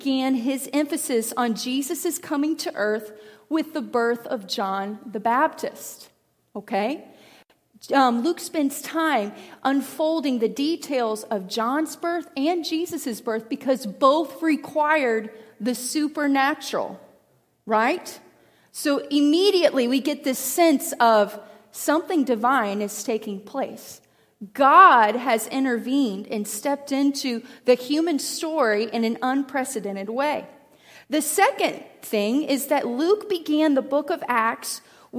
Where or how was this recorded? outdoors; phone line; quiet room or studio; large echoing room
large echoing room